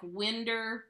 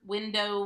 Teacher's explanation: if a word had an OW at the end, it would shift to an ER · Shown in: first take · like winder, window, winder, and then, you know, holler.